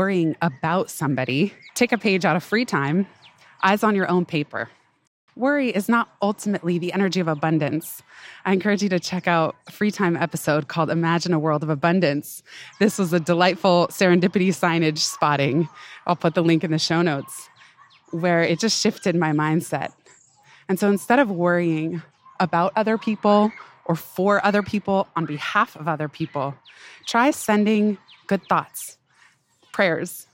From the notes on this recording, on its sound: Pardon the occasional panting (lol) and background noise—err New York City soundscape—as I recorded this one on a big hill at the park, running up and down